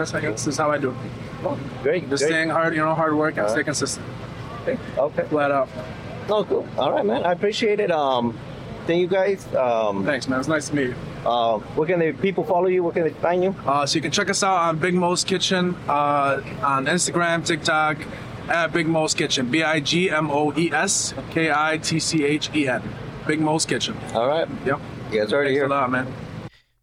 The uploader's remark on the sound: Interviews at Veecon 2023